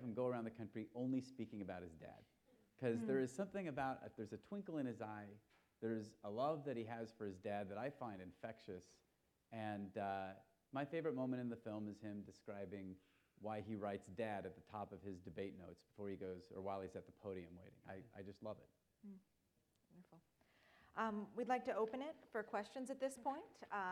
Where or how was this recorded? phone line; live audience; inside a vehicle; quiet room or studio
live audience